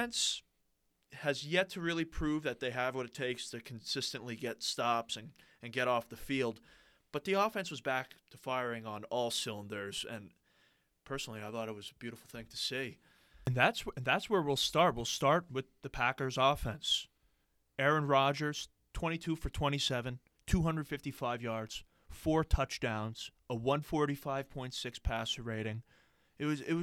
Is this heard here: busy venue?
no